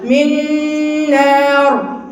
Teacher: هنا 90% خيشوم 10% لسان · Term: اكمل ما تكون